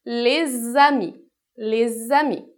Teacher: fazendo essa ponte entre o S e o A e juntando ali com um som a mais, que é o som de Z · Term: liaison